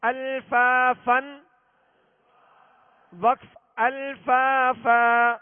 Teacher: دو زبر کی تنوین کو الف سے بدل کر ایک الف کی مقدار میں کھینچ کر وقف کریں گے